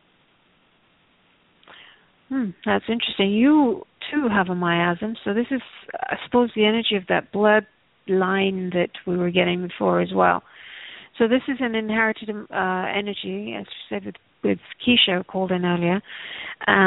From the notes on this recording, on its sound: Takes your calls for healing live today!